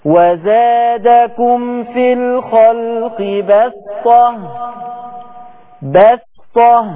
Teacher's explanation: قرأت من طريق الشاطبية بالسين الخالصة